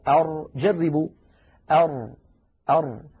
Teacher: يصطدم طرف اللسان مع ما يحاذيه من الحنك الأعلى، لكن يبقى هنا في الوسط يبقى فرجة بسيطة، فتحة بسيطة، لأن اللسان مقعر هكذا، اللسان مقعر هكذا. · Term: حرف الراء